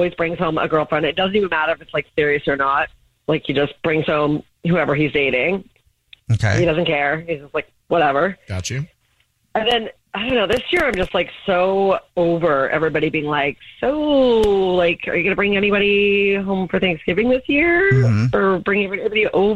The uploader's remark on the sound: One of our listeners is on the phone